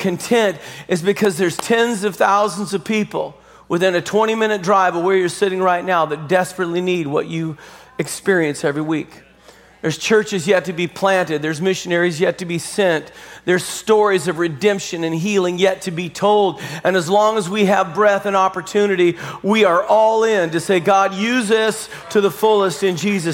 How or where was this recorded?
large echoing room